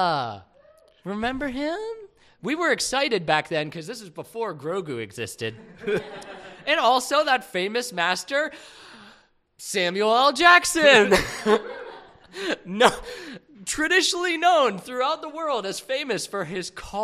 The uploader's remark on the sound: Phantom Menace Live. Recorded at Otherworld Theater on May 6, 2023.